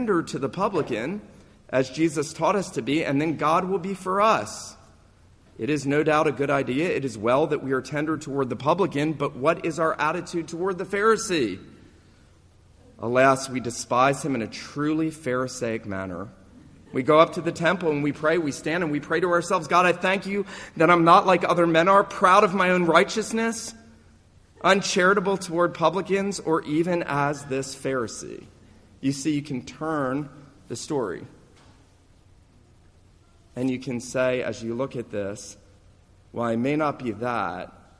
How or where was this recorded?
large echoing room